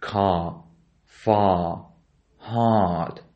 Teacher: Non-rhotic accent means absolutely British accent won't pronounce R sound.